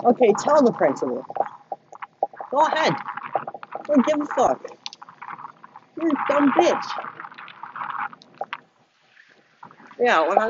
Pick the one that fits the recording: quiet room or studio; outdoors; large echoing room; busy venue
outdoors